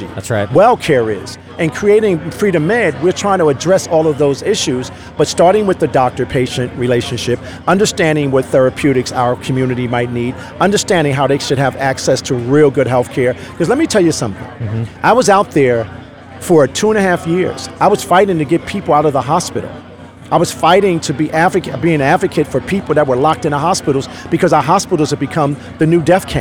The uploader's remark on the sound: LIVE AT THE REAWAKEN TOUR APRIL 2 2022.